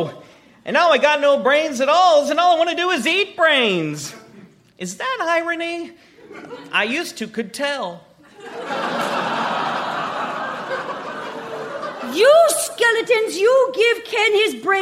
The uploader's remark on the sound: Recorded Live 11/10/2014 at Largo, Los Angeles.